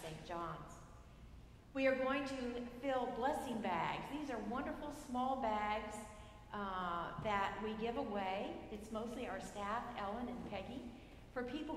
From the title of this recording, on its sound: Sunday Service at St John's Episcopal Church, West Hartford